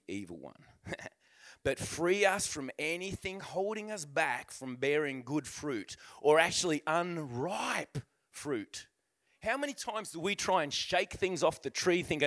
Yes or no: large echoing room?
yes